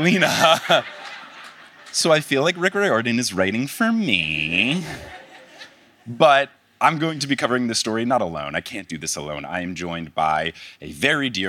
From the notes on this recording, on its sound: live in Oslo, Norway